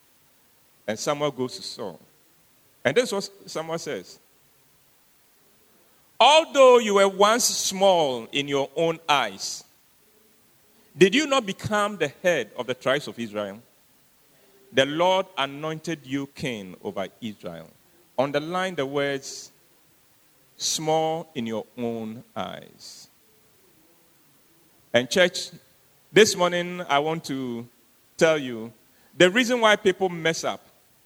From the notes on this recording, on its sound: Sermon preached at CBC Adabraka Campus